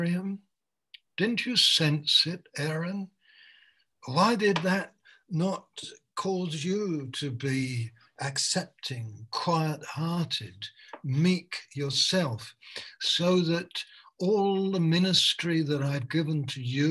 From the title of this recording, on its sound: Malaysia Meets (Zoom)